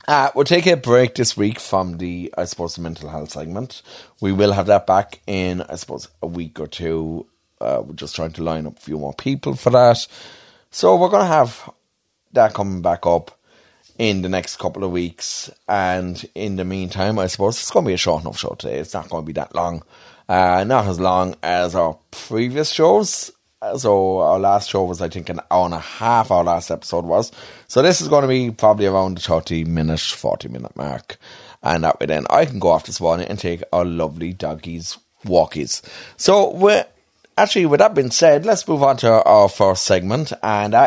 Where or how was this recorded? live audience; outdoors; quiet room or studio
quiet room or studio